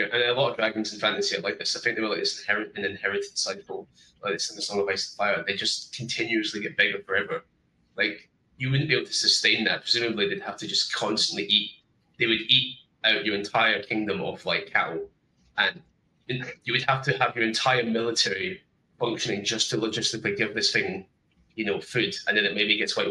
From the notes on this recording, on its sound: A panel from the TBRCon2024 all-virtual SF/F/H convention. TBRCon2024 Highlight: Writing Non-Human Characters.